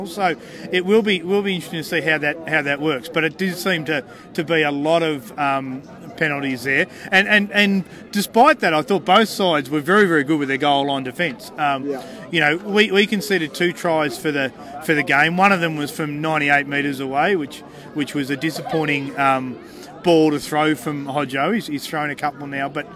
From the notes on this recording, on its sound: on location at Canberra Stadium, right after the game